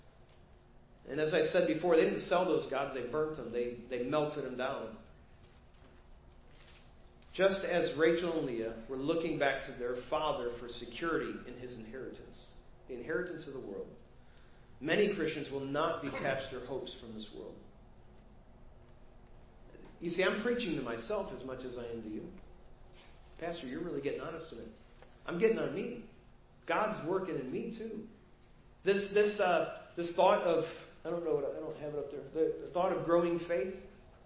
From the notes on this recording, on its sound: Preached at First Baptist Church of Hazel Park.